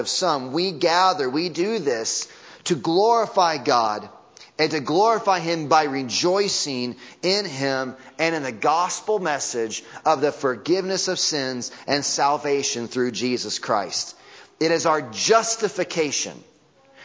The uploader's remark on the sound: Audio from Sunday Morning Service